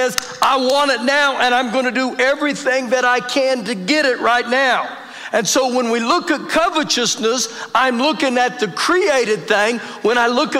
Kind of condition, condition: setting, large echoing room